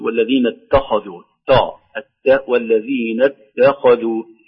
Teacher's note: التنبيه الأول ترقيق التاء في اتخذوا، والذين اتخذوا خوفا أو حذرا من تأثر التاء بالخاء